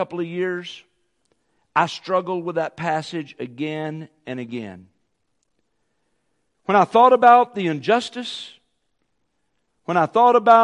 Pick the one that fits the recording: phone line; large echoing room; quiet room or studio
large echoing room